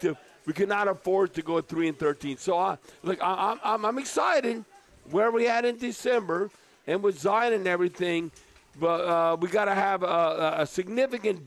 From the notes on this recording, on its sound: Texas Longhorns have invaded New Orleans for the Sugar Bowl. Broadcasting LIVE from Rouses on Tchoup.